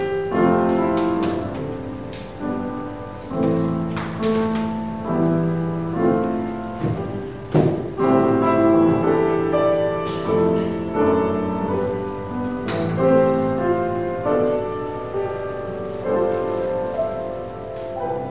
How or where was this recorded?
large echoing room